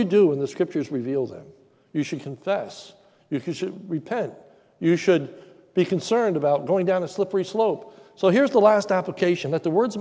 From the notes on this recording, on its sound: sermon recorded live at the Lebanon Bible Fellowship Church in Lebanon, PA on 08/22/2021 during the evening service